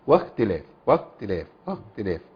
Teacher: واختلاف تمكين الرخاوه والهمس في حرف الخاء الساكنه، لان الصفات تتمكن من الحرف او تظهر تتجلى في الحرف في حال سكون.